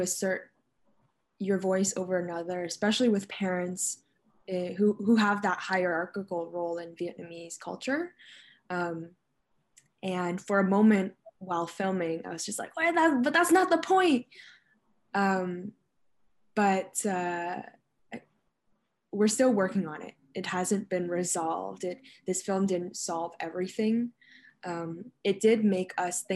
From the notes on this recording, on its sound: Bonus Q&amp;A from our live virtual screening. Enjoy this bonus Q&A from our live virtual screening of No Crying at the Dinner Table (2019) in December 2020.